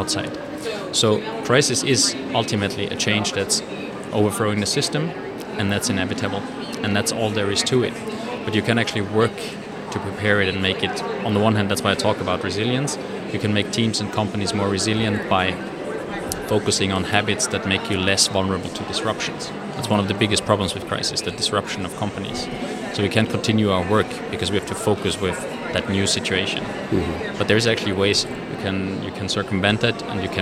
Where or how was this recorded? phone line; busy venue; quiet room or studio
busy venue